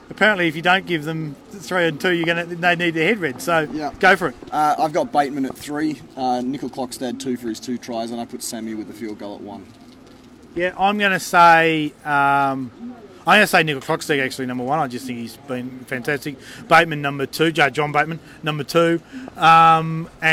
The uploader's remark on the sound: On location at Canberra Stadium. They survive a massive thunderstorm in the process!